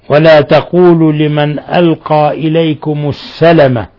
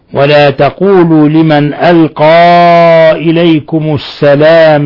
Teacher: بحذف الألف بعد اللام · Shown in: first take